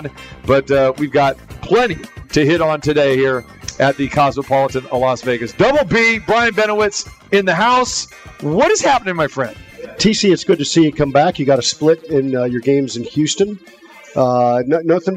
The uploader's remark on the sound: Live from The Cosmopolitan of Las Vegas